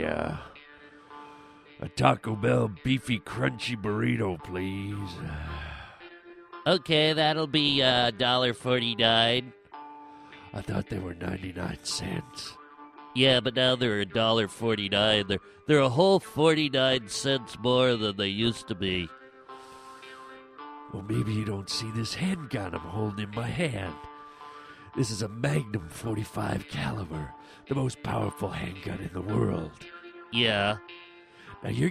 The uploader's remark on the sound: listeners call